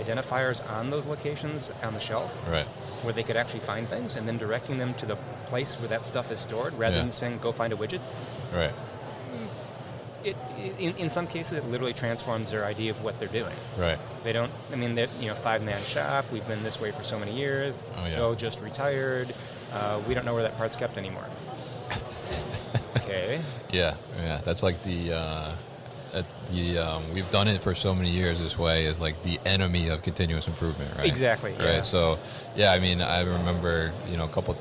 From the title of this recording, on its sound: Barcoding at MODEX 2020